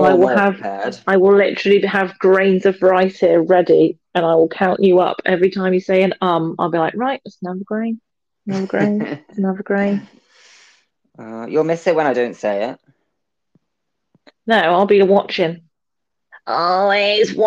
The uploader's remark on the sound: we did have some technical issues today!